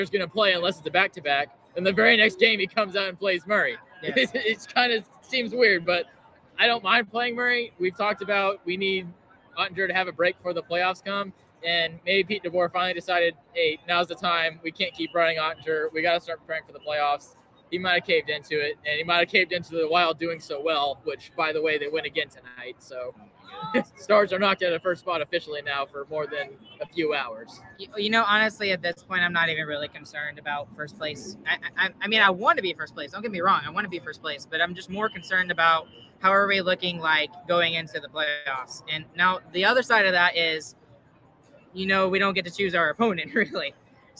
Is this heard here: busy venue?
yes